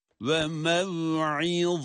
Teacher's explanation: Burada va harfi kalın olduğu gibi aynı zamanda peltek de okunmakta. İki özelliği de gözeterek okumamız gerekiyor.